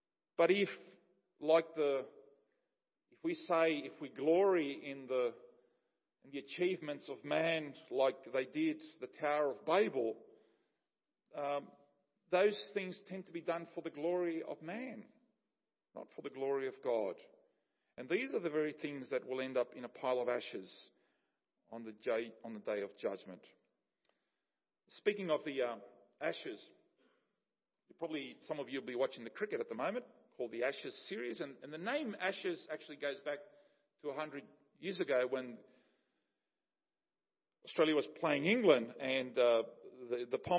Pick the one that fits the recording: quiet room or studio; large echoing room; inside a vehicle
large echoing room